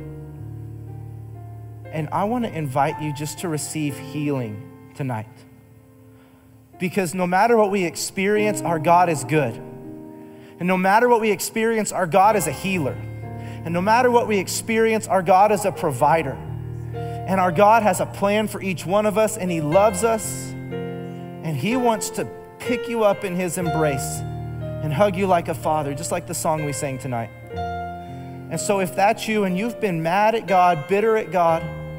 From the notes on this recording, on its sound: Recorded live during our Wednesday night service